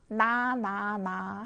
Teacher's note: 나, 나, 나 해봤더니 혀끝이 어디에 닿아요? 윗잇몸에, 여기에 닿습니다. 자, 그래서 혀끝을 윗잇몸에 닿게 하려면 혀가 이렇게 생겨줘야 되거든요. · Term: 니은